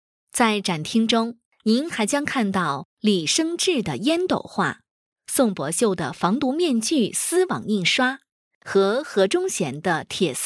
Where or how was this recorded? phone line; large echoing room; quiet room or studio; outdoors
quiet room or studio